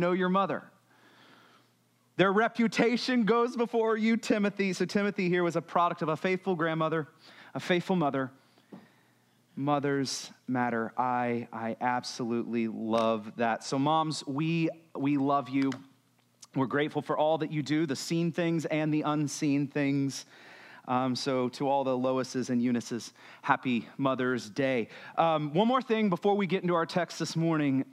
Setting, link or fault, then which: setting, large echoing room